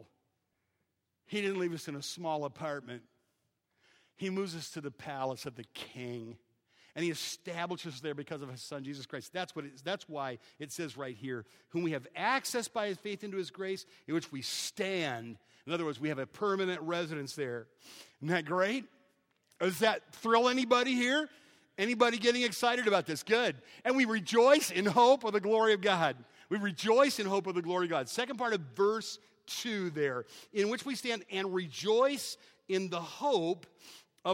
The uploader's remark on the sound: Preached on May 18th, at 11:00 AM at Evangel Baptist in Taylor, Michigan.